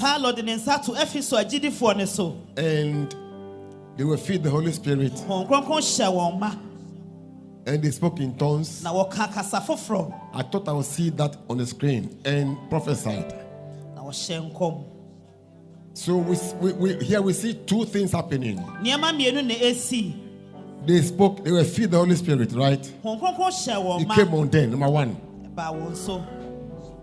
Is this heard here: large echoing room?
yes